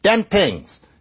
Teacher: in some vernacular American Englishes, like Brooklynese, it turns into something like a T sound